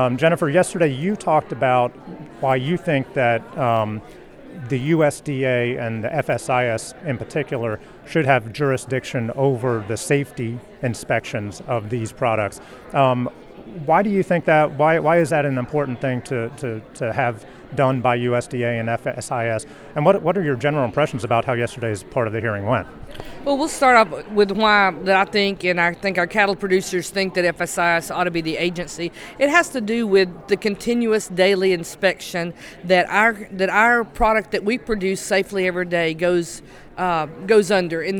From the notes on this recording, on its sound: Live Report From The Big Ol' #FakeMeat Hearing in DC (No Music).